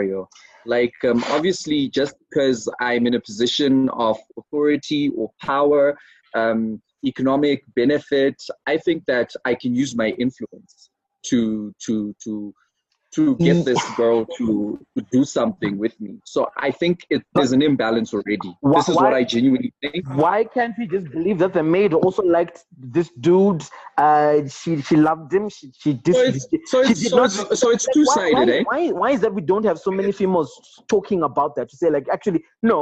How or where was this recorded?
video call